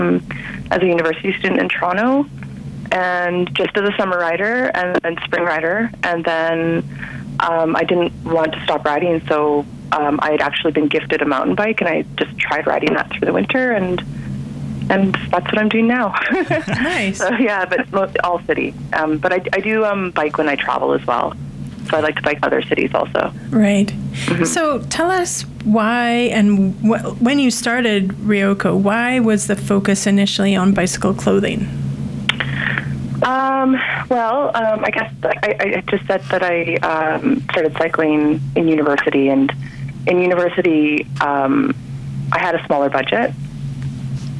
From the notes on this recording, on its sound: on the phone for the February edition of Bike Bits